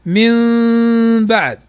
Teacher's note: نون بعدها الباء، هنا إقلاب، تقلب النون ميما · Term: الإقلاب